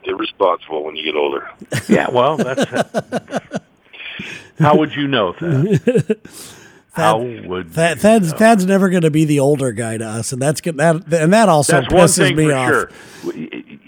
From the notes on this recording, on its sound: We take a phone call